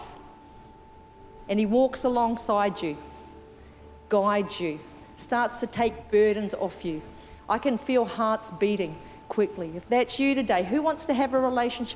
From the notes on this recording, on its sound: Recorded during our 9am service on Sunday, the 10th of December 2023